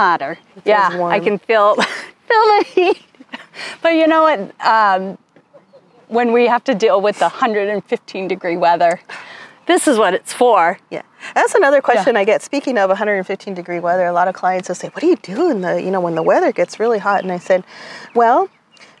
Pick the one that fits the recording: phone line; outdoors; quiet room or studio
outdoors